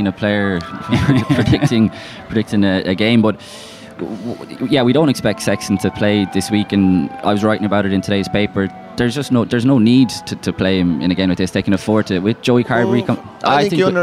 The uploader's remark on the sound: After a night of team bonding with some karaoke, the lads assembled in their hotel lobby to discuss all of the above while being soundtracked by a life flute recital in Hamamatsu, the music capital of Japan.